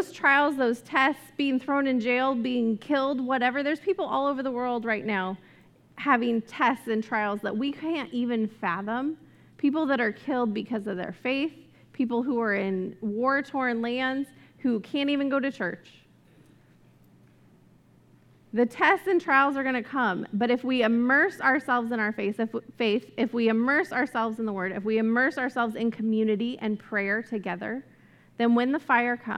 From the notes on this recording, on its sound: This message was recorded at a Sunday service on April 24, 2022.